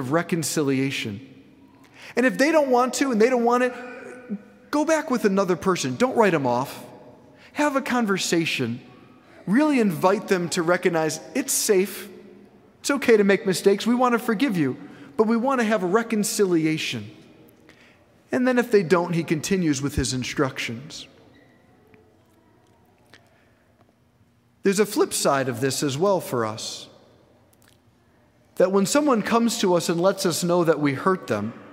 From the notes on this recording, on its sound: preached this homily on September 10, 2023 at St Basil the Great Catholic Church in Brecksville, OH